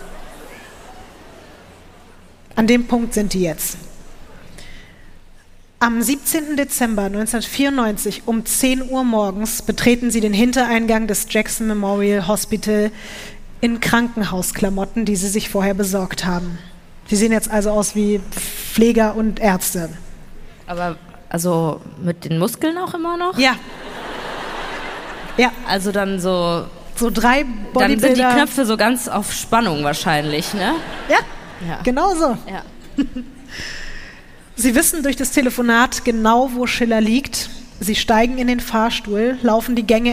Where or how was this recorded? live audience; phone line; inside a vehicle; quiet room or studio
live audience